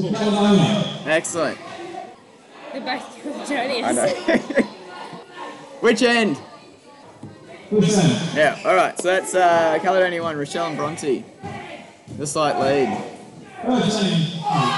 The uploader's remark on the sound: This episode features live audio from the Senior School Badminton Competition, including live interviews from the TOP 4 teams in each age group.